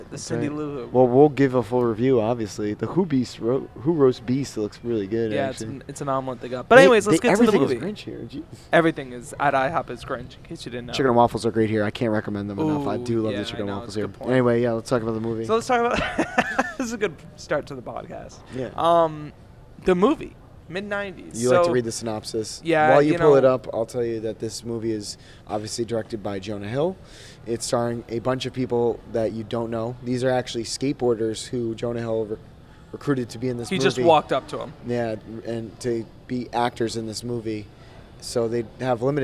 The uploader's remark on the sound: (LIVE from IHOP). Coming to you LIVE from the IHOP in Providence.